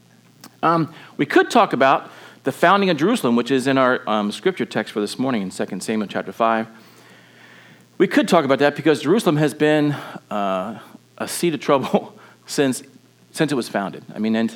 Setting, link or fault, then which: setting, large echoing room